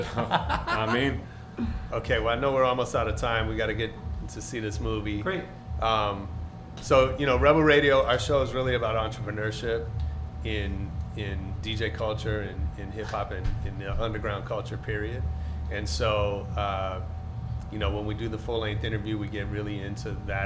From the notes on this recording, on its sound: This week we come at you live and direct from the world Los Angeles premiere. It’s a short interview because we taped right before the film started.